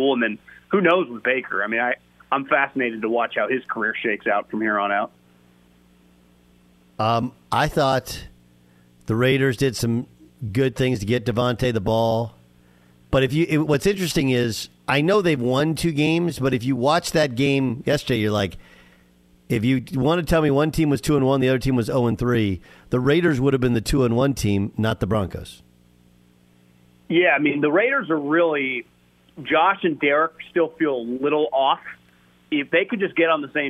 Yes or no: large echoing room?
no